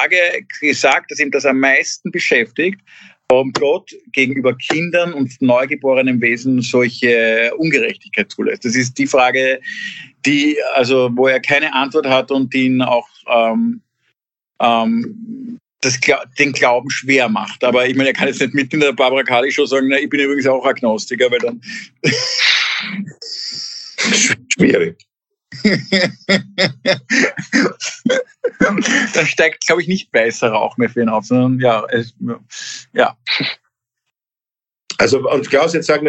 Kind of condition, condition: link, video call